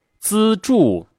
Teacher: 第二个要领呢，是咱们的嘴角啊，往回收，甚至啊，带点微笑嘴唇呢，同样是有一个控制力量感，在里面会有一个弹性的感觉啊，滋，呲，嘶，对吧？好，下面请跟老师一起来读，为大家挑选了一百多个平翘舌音相组合的词语。这里有一个诀窍还要分享一下啊，叫记少不记多。在咱们的三千多个常用汉字当中呢，平舌音啊只有三百多个，但是翘舌音呢有七百多，将近一千吧就特别多，我们把平时音给记住了，平时音不多啊，一个一个记下来就好了。好，我们开始训练。杂质，载重，赞成，遭受，增产，沼泽，扎籽操场。资助。组长。注意啊，第一声的时候，资要读得很高，很平。它是一个五到五的一个过程，它的音调啊是五五调值。还有这个组长，两个第三声连在一块儿呢，前面那个第三声要变成第二声，阳平调，三五。组长是吧？变成